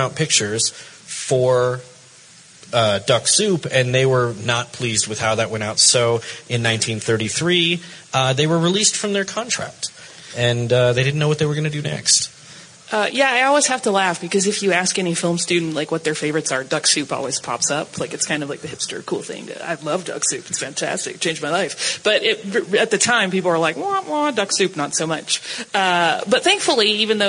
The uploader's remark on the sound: Live From FanX